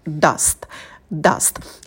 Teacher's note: На звуке «д» кончик языка идет на альвеолы, потом краткий звук «а», очень быстрый, dust, dust. И в конце на звуке «т» у нас не будет придыхания, потому что «т» идет после звука «с».